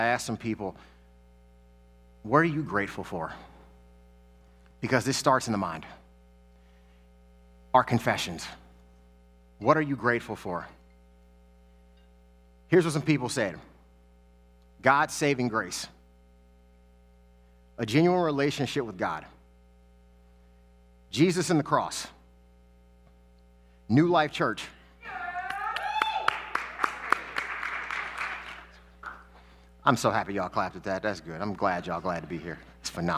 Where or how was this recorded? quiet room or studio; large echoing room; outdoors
large echoing room